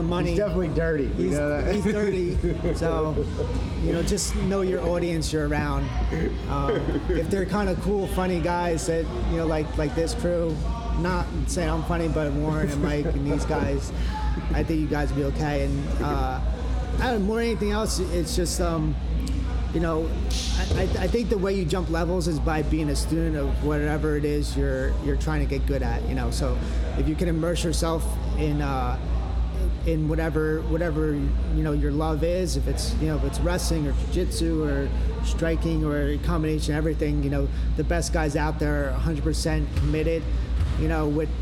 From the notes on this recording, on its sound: This interview was recorded at Edge Hoboken. Apologies for the background noise. We had just gotten off the mat and classes were going on.